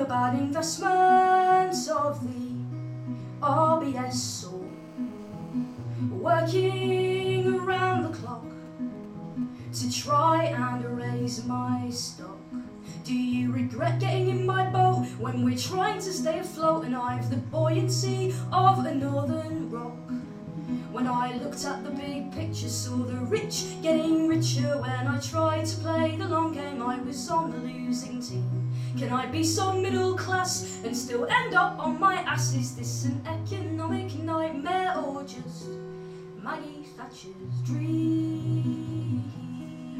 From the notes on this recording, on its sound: extracts from the live Stand Up Tragedy that happened at The Leicester Square Theatre on Monday 4th June 2012